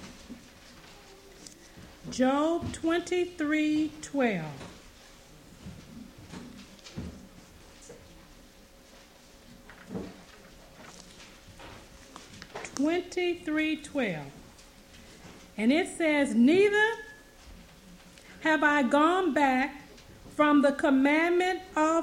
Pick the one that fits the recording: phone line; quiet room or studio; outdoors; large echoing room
large echoing room